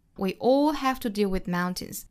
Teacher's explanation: mountains, high 和 deep andlow。还需要注意呢， we all have to deal with mountains, 强调的是我们全部的人都要处理，谁也不例外，所以这个 all 也需要做重读